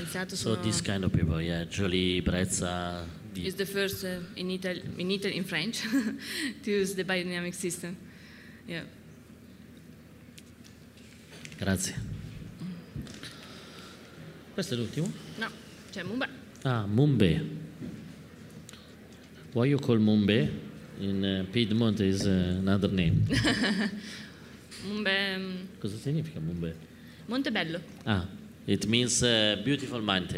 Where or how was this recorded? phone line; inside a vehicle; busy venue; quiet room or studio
busy venue